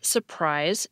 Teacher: In dialects like American English that are rhotic, meaning we pronounce our R's, people still tend to drop an R if it's in the middle of a word and comes before another syllable that has an R. · Term: dissimilation